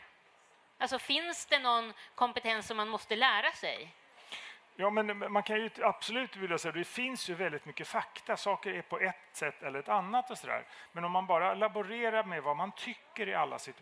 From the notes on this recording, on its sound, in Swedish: För första gången spelades Mellan Scylla och Charybdis in live inför publik, på Kulturhuset i Stockholm.